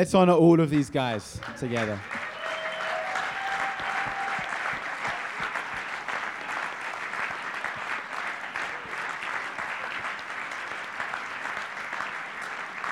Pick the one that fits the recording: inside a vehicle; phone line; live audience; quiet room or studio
live audience